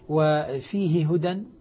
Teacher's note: أيضا يدغم الهاء مع الهاء · Term: إدغاما كبيرا